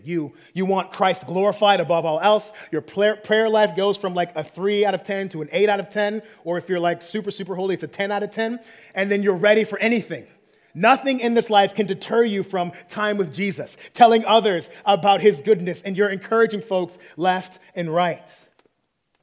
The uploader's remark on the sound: preached this sermon at our 20-30 Young Adults meeting on March 31, 2023.